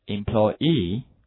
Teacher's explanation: employer 的重音也请大家注意一下，是在 p 那个地方啊